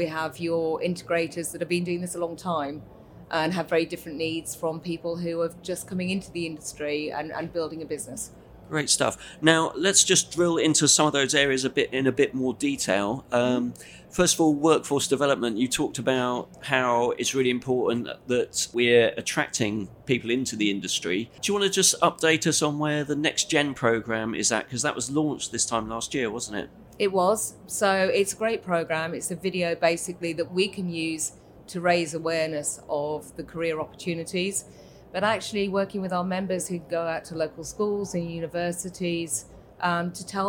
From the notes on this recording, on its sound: Recorded at ISE 2024.